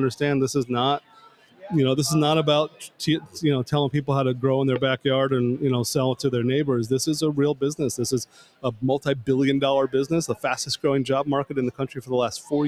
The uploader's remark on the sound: recorded LIVE & in person from the InsightsEDU 2024 conference in Phoenix, AZ